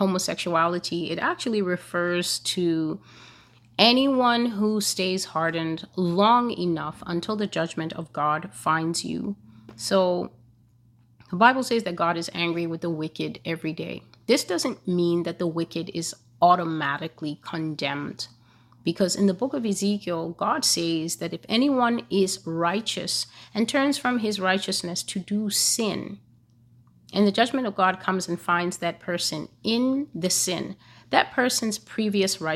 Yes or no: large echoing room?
no